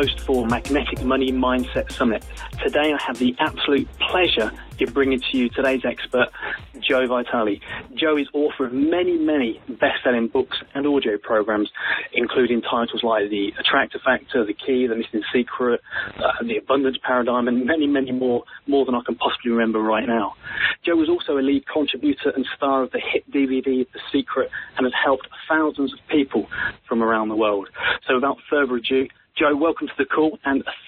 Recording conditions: phone line